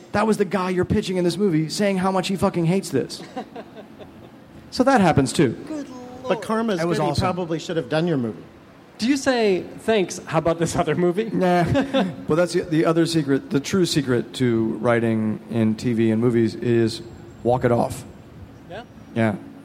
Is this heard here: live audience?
yes